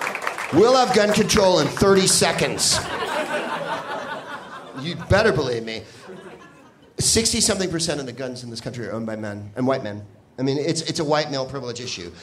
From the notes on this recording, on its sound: Live from Comedy Works in Denver